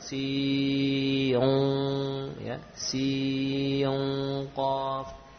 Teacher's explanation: nun sukun pada sin bertemu dengan qaf di awal huruf atau ejaan huruf qaf, terjadilah ikhfa dengan gunnah yang tebal